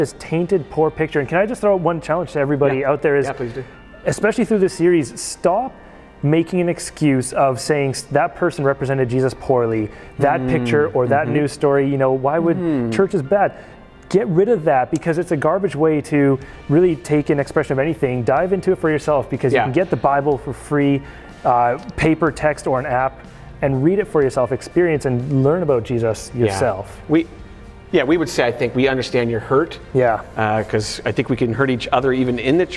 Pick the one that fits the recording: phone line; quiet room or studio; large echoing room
large echoing room